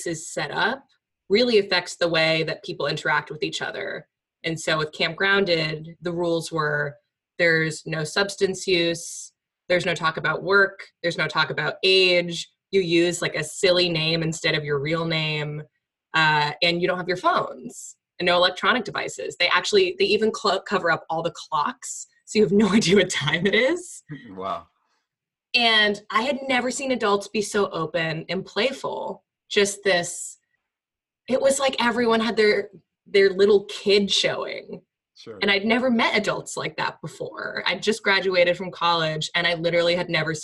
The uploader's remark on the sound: sit down (via Zoom)